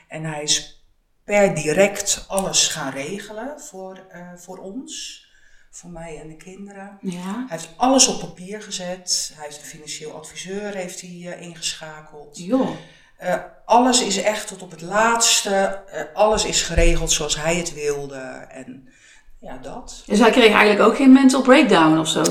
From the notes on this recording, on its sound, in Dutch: (Het geluid van deze opname is helaas niet optimaal).